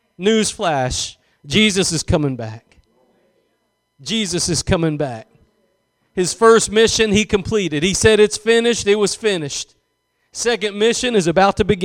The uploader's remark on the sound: Preached at Gospel Lighthouse in Bossier City, La.